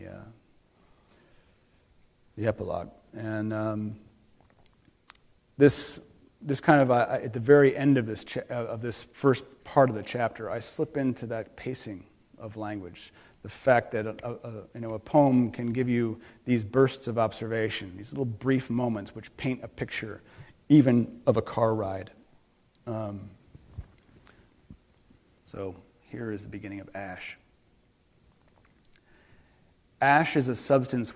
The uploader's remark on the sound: on the stage of the City Opera House in Traverse City